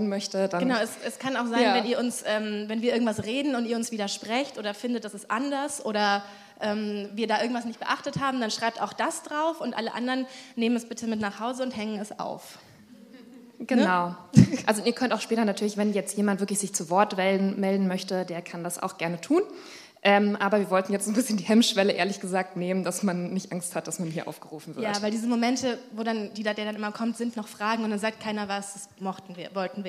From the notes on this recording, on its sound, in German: Unser erster Live-Podcast aus dem Timberland Studio Berlin!